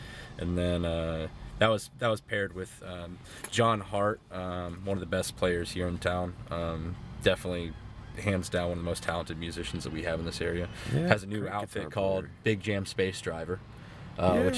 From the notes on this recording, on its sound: From the Paradise Inn on Pensacola Beach.